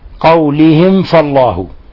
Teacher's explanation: ميم ساكنة جاء بعدها حرف الفاء، الحكم التجويدي إظهار شفوي، إظهار شفوي، بل هو من أشد حالات الإظهار، لأن الفاء قريبة في المخرج من الميم.